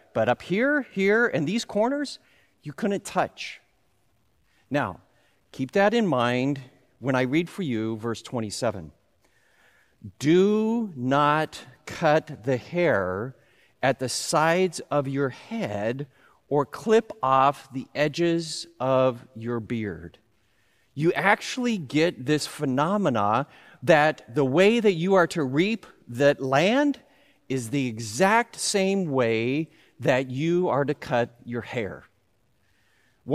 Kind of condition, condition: setting, large echoing room